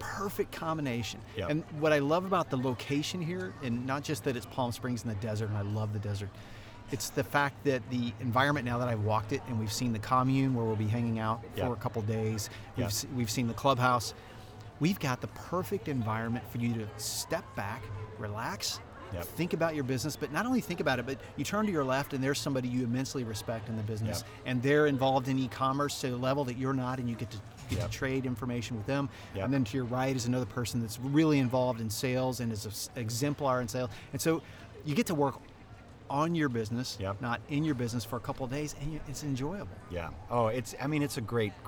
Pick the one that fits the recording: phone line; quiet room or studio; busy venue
busy venue